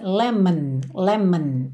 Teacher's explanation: o O de lemon também não aparece. Você pensa lemon, lemon.